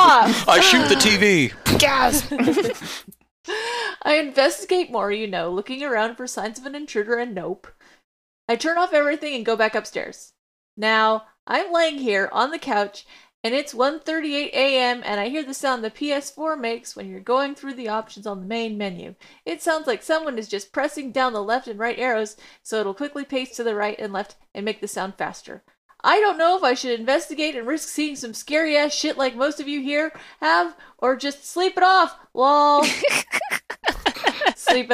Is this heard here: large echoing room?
no